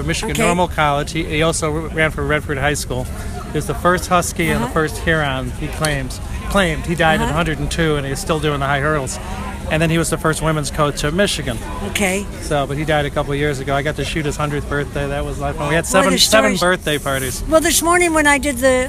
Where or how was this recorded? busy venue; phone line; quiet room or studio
busy venue